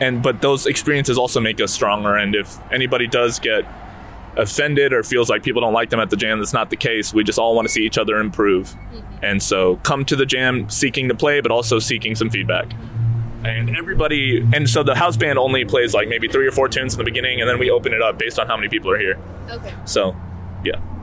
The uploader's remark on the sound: Wednesday jazz jam at Hayti Collective Kitchen and Cocktails. This episode features a live recording of the jazz jam on March 1.